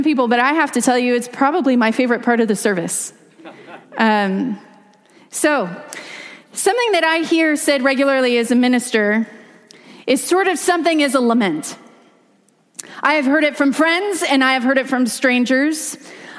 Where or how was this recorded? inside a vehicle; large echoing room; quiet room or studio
large echoing room